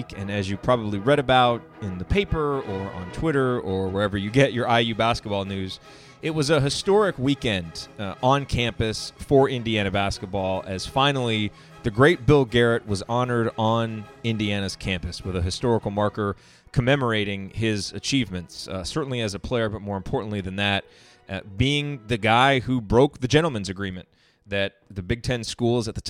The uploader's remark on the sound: Four interviews conducted on location at this weekends dedication ceremony for the Bill Garrett state historical marker.